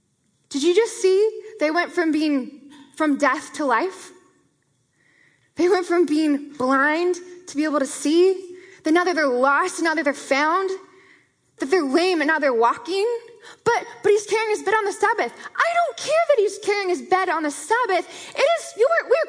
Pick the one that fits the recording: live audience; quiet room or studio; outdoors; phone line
live audience